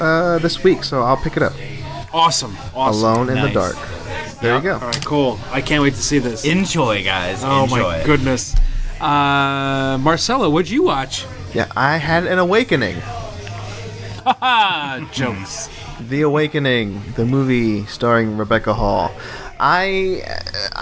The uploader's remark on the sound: A special episode recorded partially live from The Office Lounge in New Jersey.